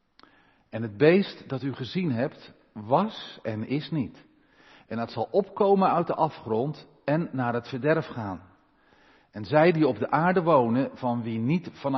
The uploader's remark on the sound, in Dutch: De preek is op 19 juni opgenomen in de Maranathakerk te Groningen